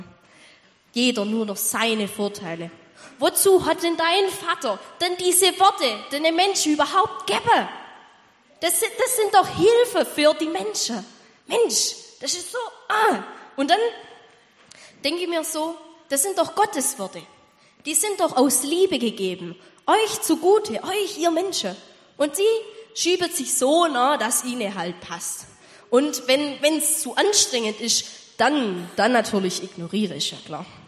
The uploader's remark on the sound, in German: Anspiel und Predigt im Gottesdienst an Heiligabend